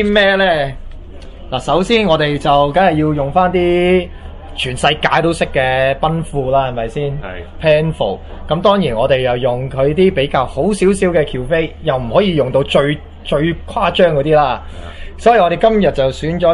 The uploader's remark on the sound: This is a live recording, at the recent winestyles magazine shiraz tasting event.